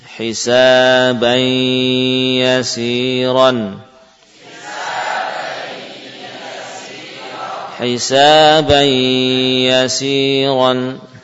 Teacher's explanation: Bunyi tanwin hilang. Ya, sudah masuk ke dalam huruf ya. · Term: Idgham bi gunnah